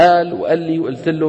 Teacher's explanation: يعني من التغييرات المعاصرة تغيير القاف، القاف في عصرنا تغير بطرق كثيرة. فمثلا في بلاد الشام ومصر يخربون القاف همزة، يقول آل وألي وألثلو والكلام هذا.